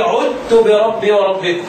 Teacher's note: عدت أضغم إزاي؟ أدخل يعني أحذف كأني حذفت الذال وشددت التاء